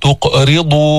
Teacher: جبنا القلقلة تاعت القاف، جبنا تفخيم نوعا ما بالقاف اللي هي سكنت وقبلها مضموم